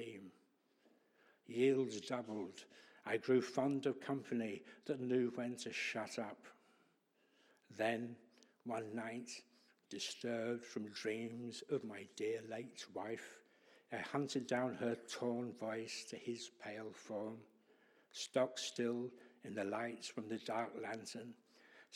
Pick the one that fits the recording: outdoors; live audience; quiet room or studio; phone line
live audience